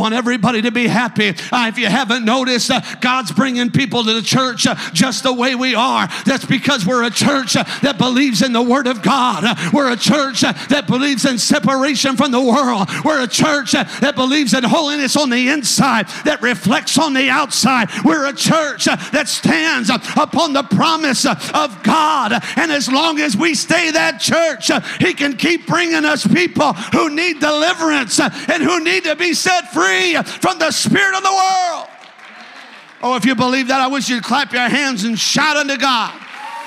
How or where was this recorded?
large echoing room